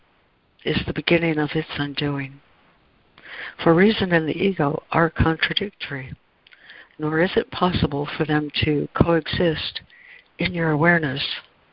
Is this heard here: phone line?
yes